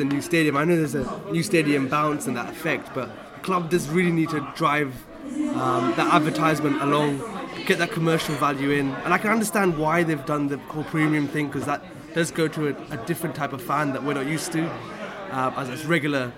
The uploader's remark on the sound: Barnsley pre-match podcast from the pub